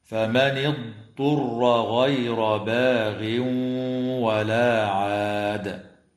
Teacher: القراءة بضاد ساكنة ليست مقلقلة وبعدها طاء مضمومة مخففة، هكذا: فمن اضطر غير باغ ولا عاد.